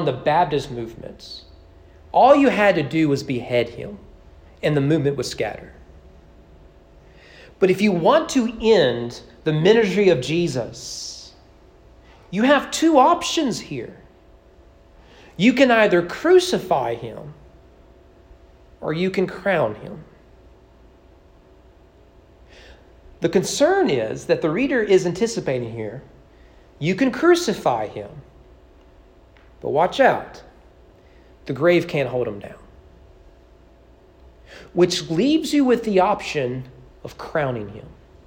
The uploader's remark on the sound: Sermon preached at East Frankfort Baptist Church on December 18, 2022 during evening worship.